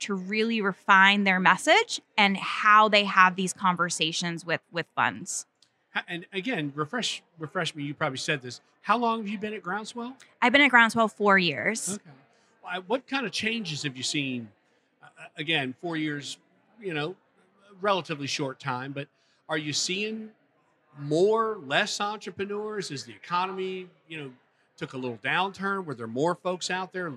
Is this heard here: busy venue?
yes